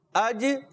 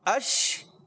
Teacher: شین میں جو ہوتا ہے آواز منہ میں پھیلتی ہے، جیم میں نہیں پھیلتی · Shown in: second take